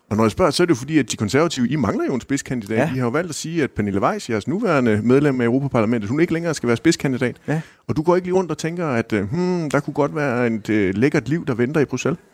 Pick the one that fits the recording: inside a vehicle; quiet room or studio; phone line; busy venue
busy venue